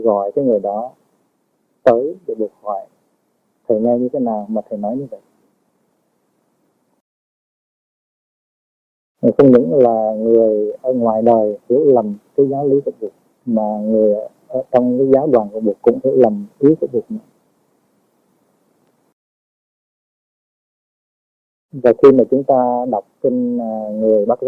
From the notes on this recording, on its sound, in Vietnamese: Do kĩ thuật thu hình thời đó còn lạc hậu nên chất lượng âm thanh và hình ảnh khá hạn chế